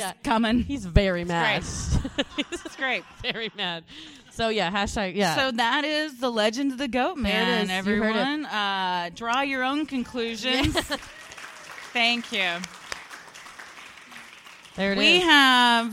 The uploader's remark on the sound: (LIVE SHOW)